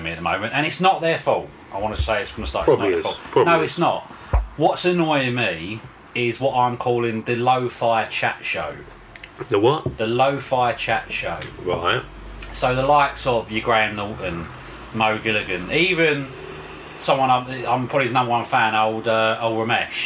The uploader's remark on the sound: We are back, in a baking hot room, drinking gin and moaning. Sorry about the noise outside!